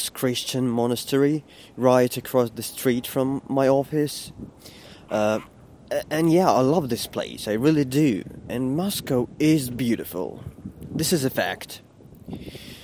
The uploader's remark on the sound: I am walking to my office and talking